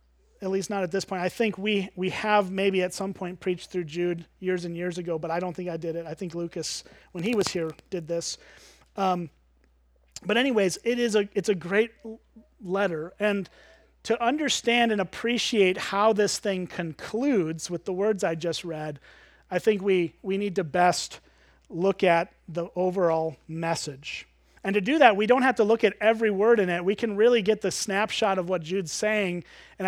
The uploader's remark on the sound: at Springbrook Church in Antigo, WI